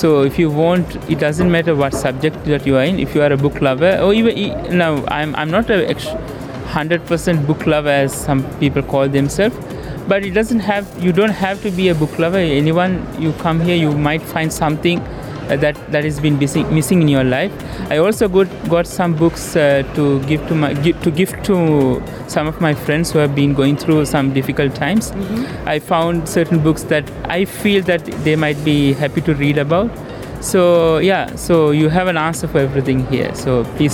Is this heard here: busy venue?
yes